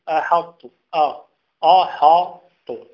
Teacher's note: ولا تقلقل الطاء، لا تقول أحطت، لا تقلقلها